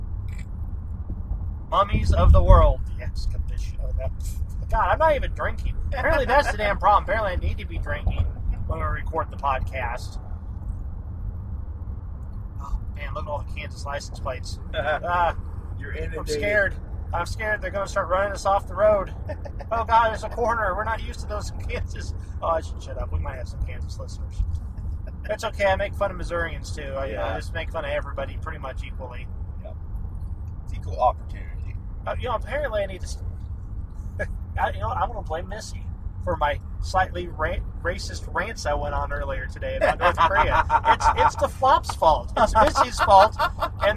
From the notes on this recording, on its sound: The first Geekaholics road trip recording. We run the mic while driving.